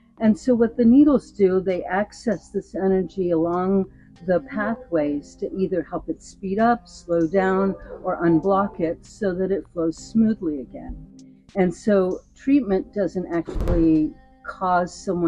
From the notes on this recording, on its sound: Also, please be aware that the interview portion of this episode was recorded using different equipment and in different surroundings than usual (after service in our Unitarian Universalist Church), so you will notice a difference in audio quality and background noise.